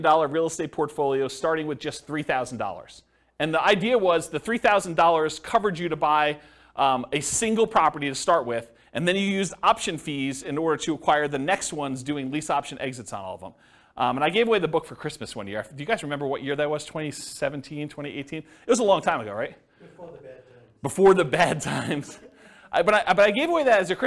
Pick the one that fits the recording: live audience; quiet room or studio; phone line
live audience